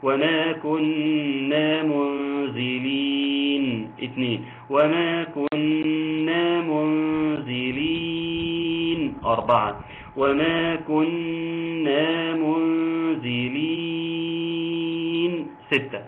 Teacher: ثم وما كنا، النون الساكنه هنا النون المشددة بتغني مقدار حركتين، وما كنا منزلين الإخفاء قلناه منزلين فيها مد عارض للسكون يمد بمقدار 2 و4 و6